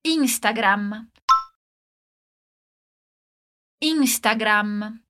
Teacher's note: A gente não anasala o som no final como em português, Instagram, mas pronuncia o A bem aberto e fecha os lábios quando falar o M.